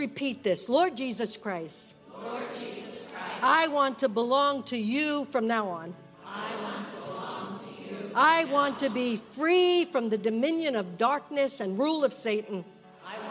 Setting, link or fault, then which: setting, live audience